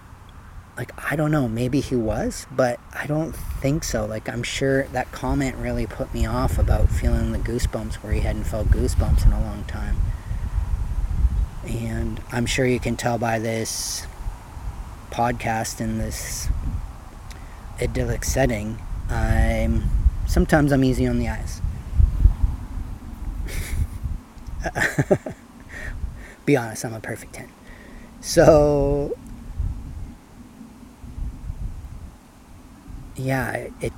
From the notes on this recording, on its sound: Filmed Live unedited one evening at Marden Pond in Marden.